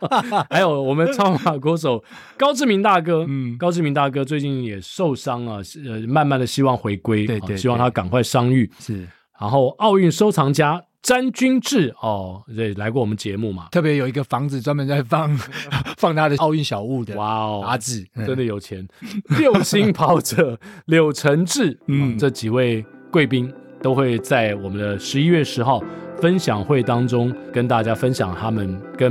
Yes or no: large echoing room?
no